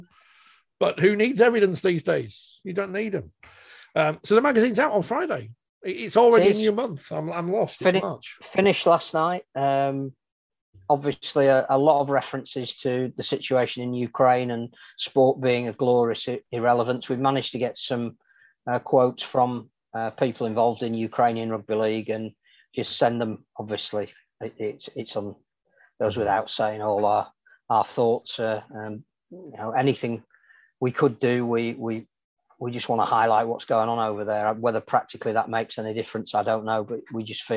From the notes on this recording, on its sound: Forty20 NOT LIVE. We're back on pre-record via Zoom.